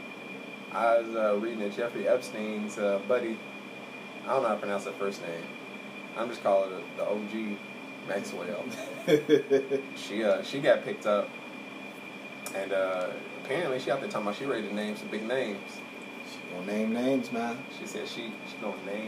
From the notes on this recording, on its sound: the AC is loud in the background because it's hot outside.